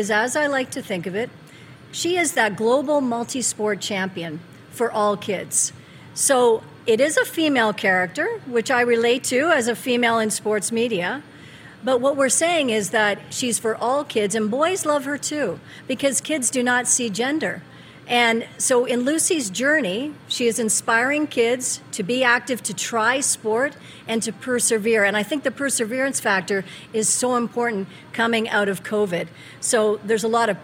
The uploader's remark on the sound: LIVE at the Grey Eagle Casino in Calgary